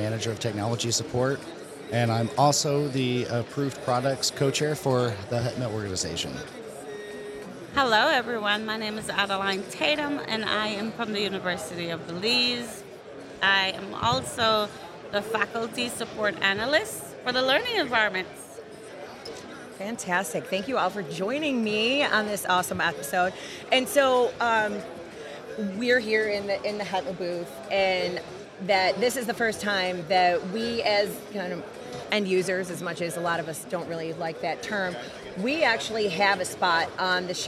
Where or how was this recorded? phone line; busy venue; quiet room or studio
busy venue